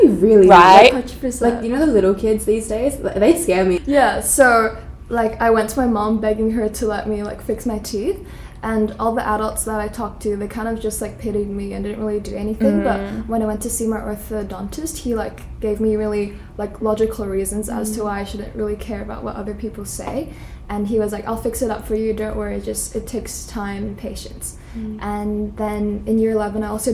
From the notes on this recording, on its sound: Sorry for the screeching laughter—our boujee microphone disconnected